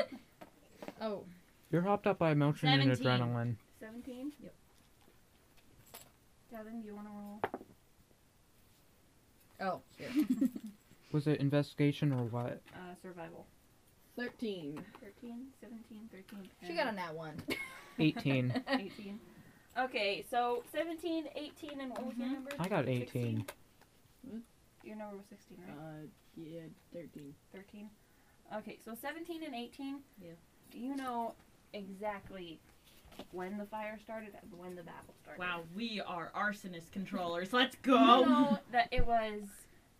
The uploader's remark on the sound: The audio on this episode is not great. It's very quiet, then obscenely loud.